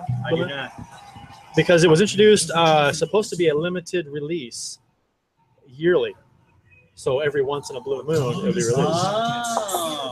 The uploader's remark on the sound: LIVE at the Bluenote Sports Bar & Grill! Live at the Bluenote Sports Bar & Grille in Maryland Heights, MO for the NHL Awards Ceremony and expansion draft.